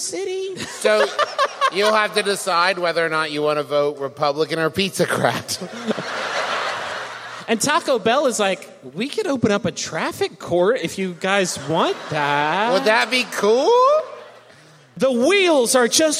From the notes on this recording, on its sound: San Francisco was kind enough to have us come down for a visit and do a live show for them at The Warfield last weekend.